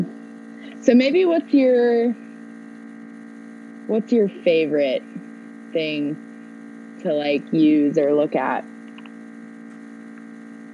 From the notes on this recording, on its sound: There is a buzzing sound that happens sometimes starting a few minutes in and then lasting the rest of the interview.